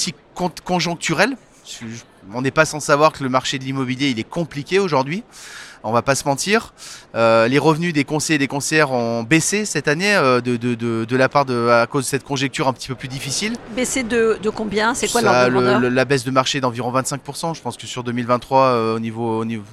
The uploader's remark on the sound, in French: Cet épisode a été enregistré en live de salon RENT.